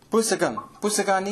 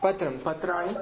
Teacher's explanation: पूर्वं रेफः अस्ति र पूर्वं र तत्र नकारस्य अणकारः भवति · Shown in: second take · Term: मूर्धन्यणकारः